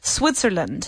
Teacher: I need you to say the final D. Even if it's just a soft T sound, Switzerland.